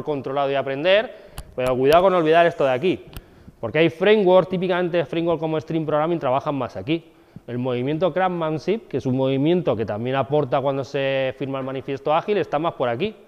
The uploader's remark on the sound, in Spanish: Grabación de una clase